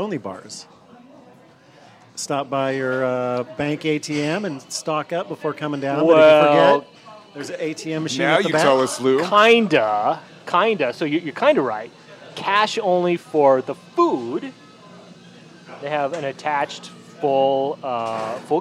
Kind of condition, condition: setting, busy venue